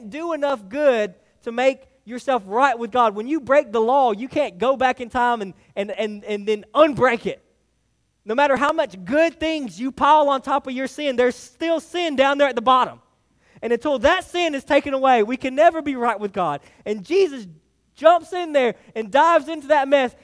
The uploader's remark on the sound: delivered to Hillside Baptist Church in Eastman, GA on 8/13/23